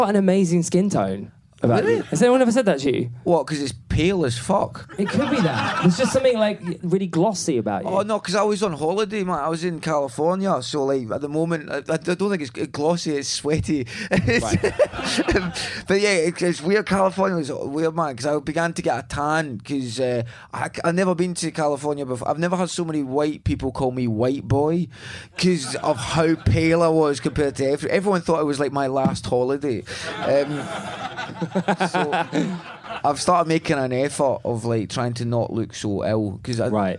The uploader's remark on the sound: Live from Edinburgh